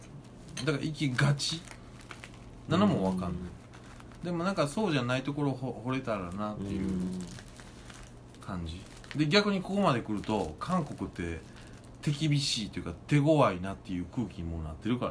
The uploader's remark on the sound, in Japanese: 神戸、SPACE DOG!RECORD(お店)より、。